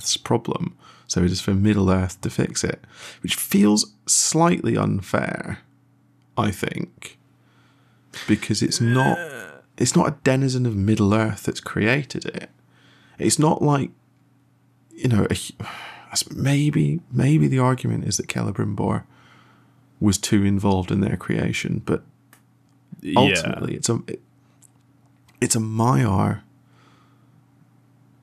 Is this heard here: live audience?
no